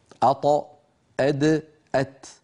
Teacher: طرف اللسان، ومن عليا الثنايا يعني من اللحم الذي أعلى من الأسنان العليا. أط أد أت، فهذه الثلاثة الأحرف من مخرج واحد.